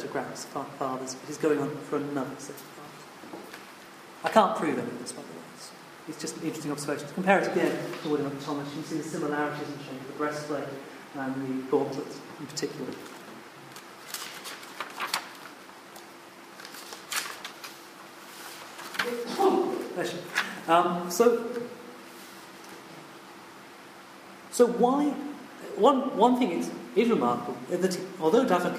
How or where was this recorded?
live audience